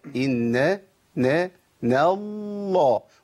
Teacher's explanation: عندي نون مشدده مرققه